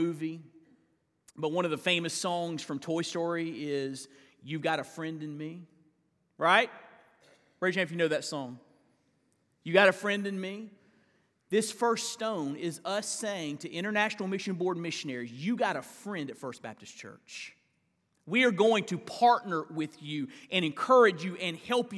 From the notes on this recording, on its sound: live sermons from First Baptist Church in Fort Walton Beach, Florida